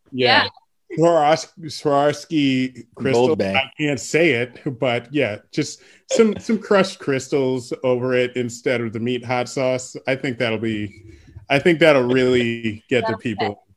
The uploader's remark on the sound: Record Live on Zoom